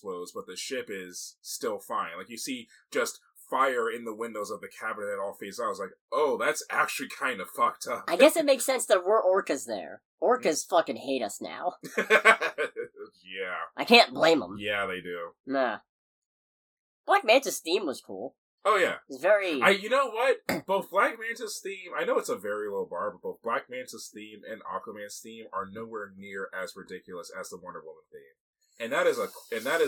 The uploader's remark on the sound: Pardon the audio quality this week, we both gathered in the same location to record.